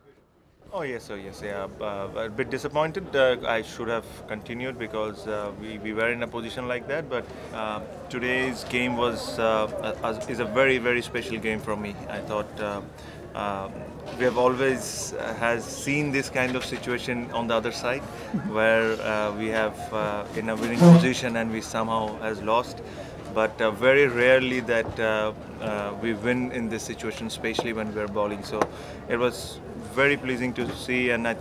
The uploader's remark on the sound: Recorded at The Cloud County Ground in Chelmsford, Essex where Bangladesh took on Ireland in a three match one day series.